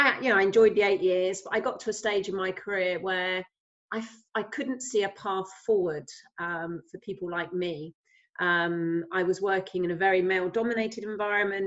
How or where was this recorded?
video call